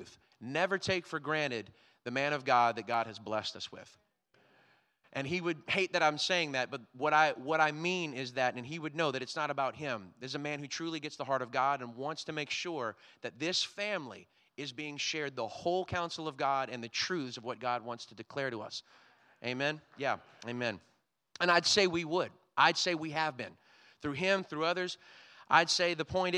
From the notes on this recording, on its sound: Was recorded on Sunday, August 21st, 2022, during service at The Anchor Church in Rockport, Maine.